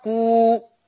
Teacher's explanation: أدي قاف مضمومة، بالغ في الضمة هيتولد منها واو فتبقى قو، يبقى دي حركة مجانسة.